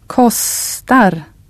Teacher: Now try a long consonant sound, a long S, in the word for cost.